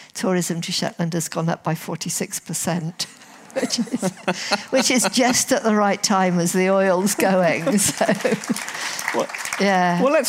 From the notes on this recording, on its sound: Recorded live at the Theakston Old Peculier Crime Writing Festival 2023.